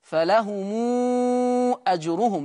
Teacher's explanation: لأن الميم هنا ميم جمع جه بعدها الهمزة فيصل ورش هذه الميم بالإشباع · Term: صلة ميم الجمع